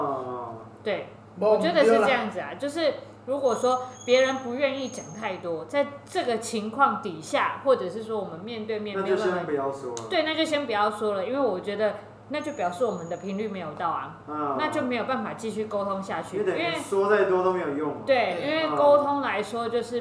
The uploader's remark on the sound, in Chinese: 錄音地點｜ 藍色咖啡館 108台北市萬華區大理街131號